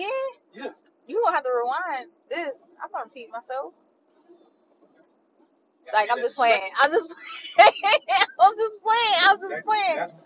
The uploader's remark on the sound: My bad for the audio we was driving in the backwoods so it’s a lil muffled…